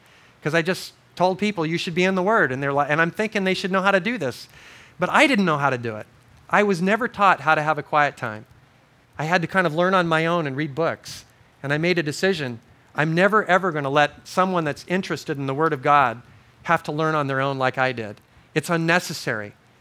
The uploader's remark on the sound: This series of audio messages were given at Crossroads Christian Fellowship Kauai in 2005.